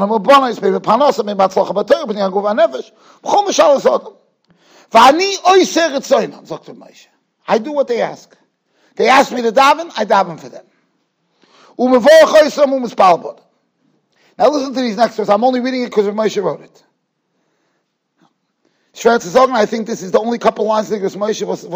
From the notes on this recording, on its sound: Shiur recorded in Yeshivas Ohr Reuven, Monsey, NY.